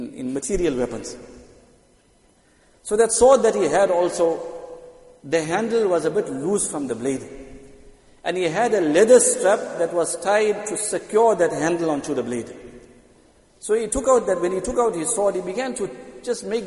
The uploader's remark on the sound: Jumuah lecture at Masjid ut Taqwa 20 Jan 2023